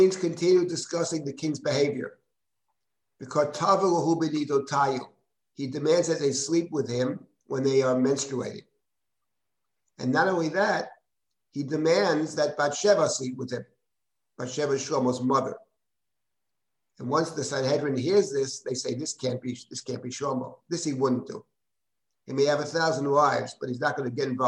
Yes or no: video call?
yes